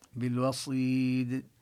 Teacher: ذراعيه بالوصيد، كذلك اللام نظهرها والواو نبينها مرققة بالوصيد، ونقلقل الدال إذا وقفنا على كلمة الوصيد